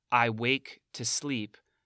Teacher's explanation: there are 2 beats on wake and sleep